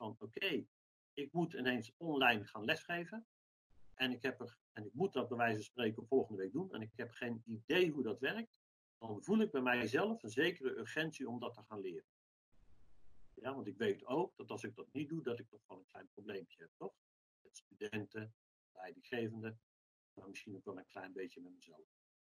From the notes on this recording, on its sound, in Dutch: Deze podcast is online opgenomen.